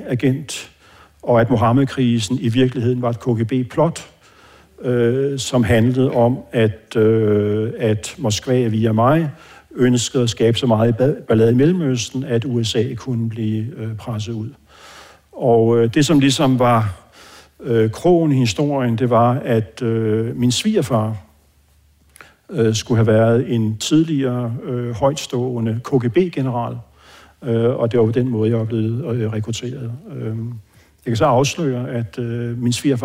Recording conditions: live audience